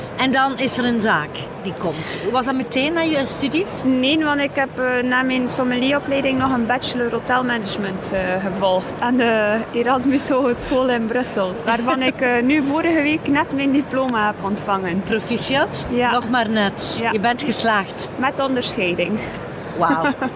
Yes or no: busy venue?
yes